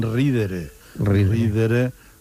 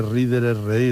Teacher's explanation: Hombre, no voy a explicar por qué la D se pierde, pero porque cae una sonora entre dos vocales se pierde